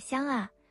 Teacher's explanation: 发完 ng 之后软腭还没降下来，气流从鼻腔出来，所以香啊听起来带鼻音色彩